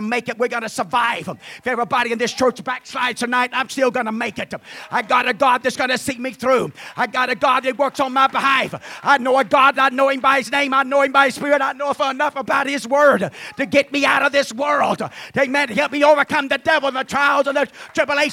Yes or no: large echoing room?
yes